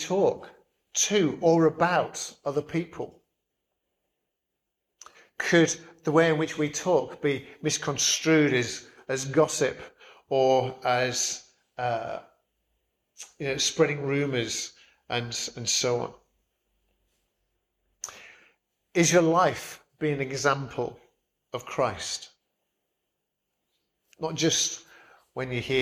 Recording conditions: large echoing room